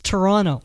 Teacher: Don't say Toronto. It's Toronto. There's no T.